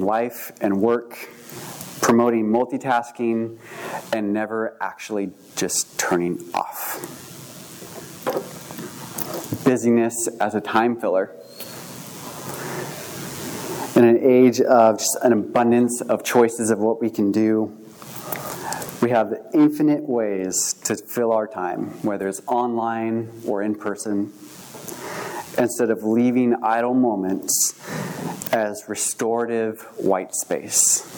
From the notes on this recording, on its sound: This message was recorded on January 15, 2023, at View Ridge Middle School in Ridgefield, Wa.